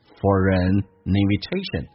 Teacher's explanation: for 跟 an 有一个连音叫 foreign